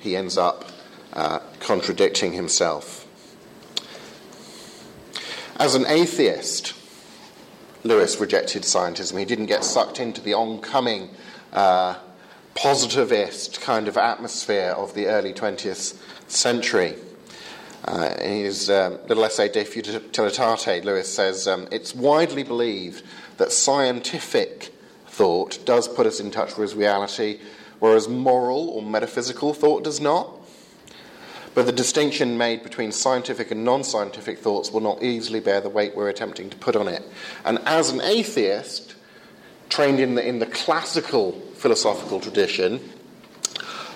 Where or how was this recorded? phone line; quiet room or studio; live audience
live audience